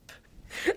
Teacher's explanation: A bit like Norwegian in a way, it goes down to come up.